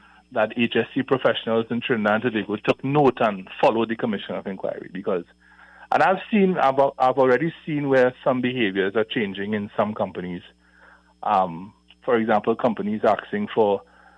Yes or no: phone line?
yes